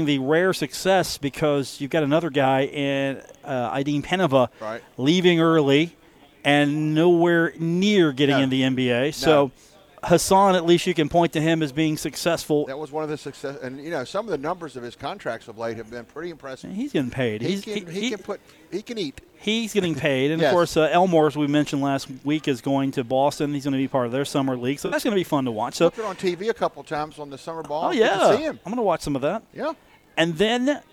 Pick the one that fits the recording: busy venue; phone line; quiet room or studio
busy venue